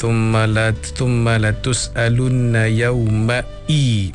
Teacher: maknanya bukan ain, dia hamzah. Jadi maknanya sebutannya adalah mesti dengan jelas, thumma latus'alunna yauma'i, bukan ma'i.